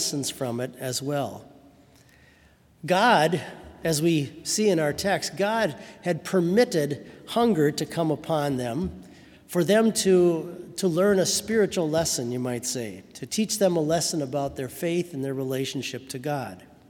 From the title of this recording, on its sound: Sermon from BLC Chapel